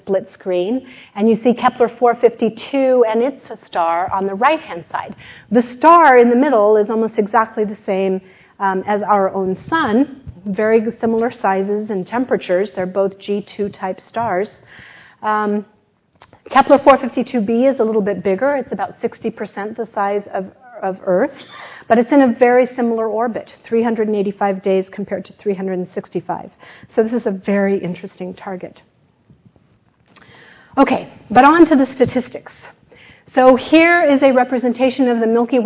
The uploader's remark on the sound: This lecture took place at the University of Sydney